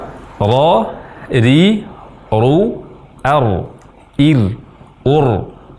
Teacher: getaran ringan yang ada, namun tidak boleh ada getaran yang berlebihan